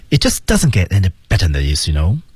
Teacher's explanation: It 失去爆破， Just 失去爆破， Doesn't 失去爆破， Get 失去爆破